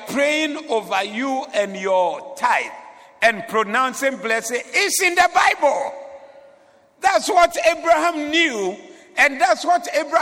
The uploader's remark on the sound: Preached at the Doxa Service